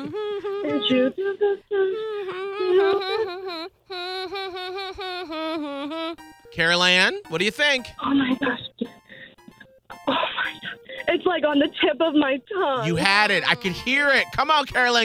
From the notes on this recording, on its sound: Today’s Fam member on the phone